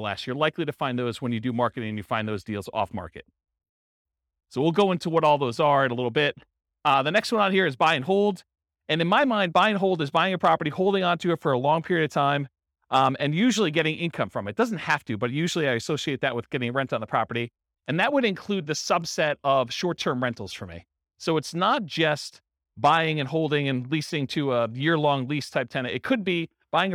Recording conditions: live audience